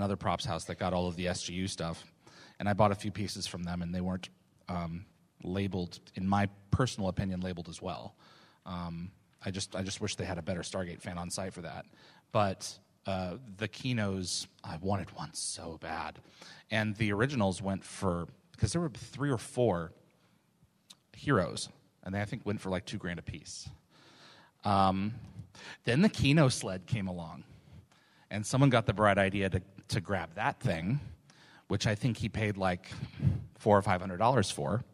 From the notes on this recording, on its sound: as this was a LIVE, on-site event with in-person props, this episode is not optimized for an audio podcast